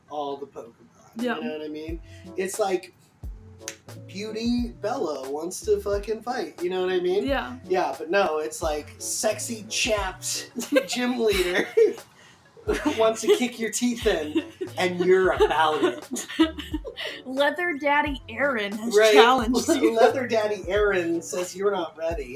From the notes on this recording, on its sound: Just finished editing this due to microphone troubles galore. EDIT: I take full responsibility for how icky the audio balance is. Audio reuploaded better now.